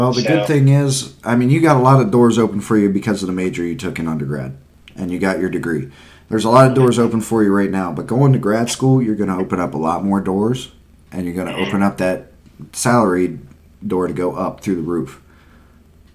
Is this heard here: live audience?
no